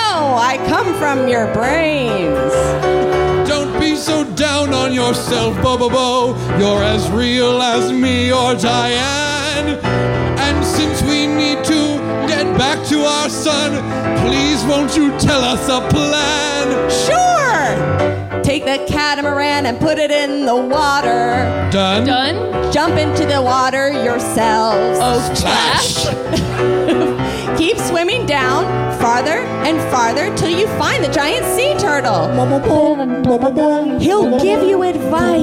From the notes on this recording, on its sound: Live from The Independent. From The Independent in San Francisco.